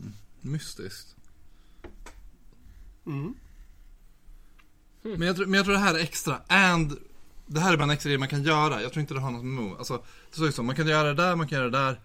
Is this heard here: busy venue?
no